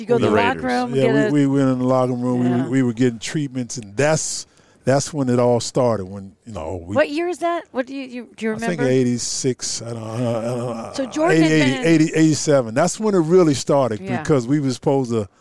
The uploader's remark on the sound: outside the Palm in Tysons Corner